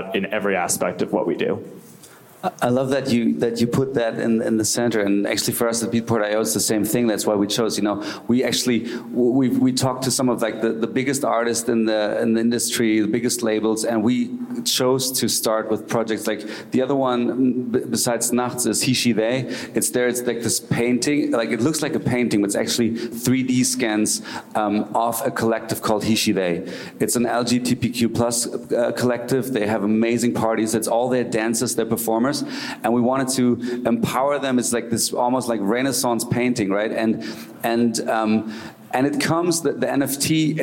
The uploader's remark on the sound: Presented by Beatport.io, the "Digital Resonance" panel at Gateway Korea featured a varied array of viewpoints presented by five distinct speakers representing different areas of the music industry.